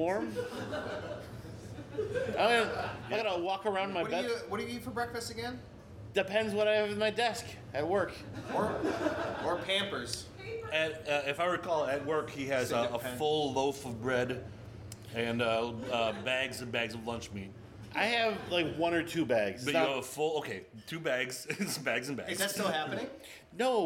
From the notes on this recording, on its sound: finally have a crowd to listen to them talk